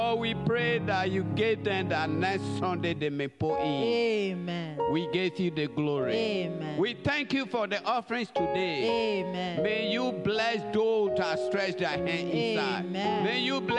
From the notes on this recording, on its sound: Praise and Worship Service.